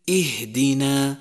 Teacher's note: يجب الاحتراز من إعطاء حرف الهاء نبرة كالقلقلة إذا سكن، مثل اهدنا، وخطأ أن يقال اهدنا.